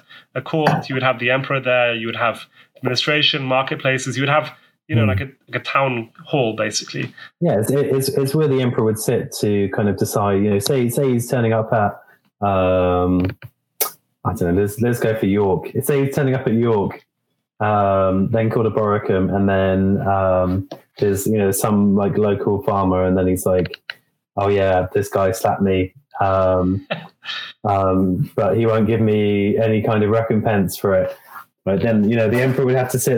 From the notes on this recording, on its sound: Apologies in advance for the audio quality in this episode - we're still finding our footing with this audio business.